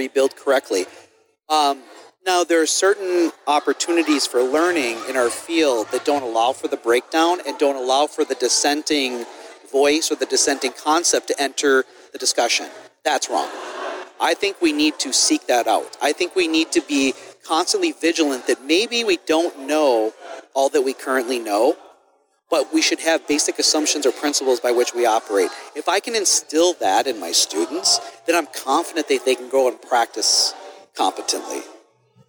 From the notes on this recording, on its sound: Tonight at the Safety FM Roadshow coming to you live from the Hyatt Regency on International Drive in Orlando, FL. Enjoy this live interview from the Safety FM Roadshow.